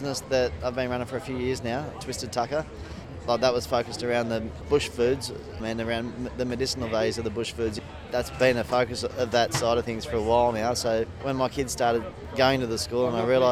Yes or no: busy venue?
yes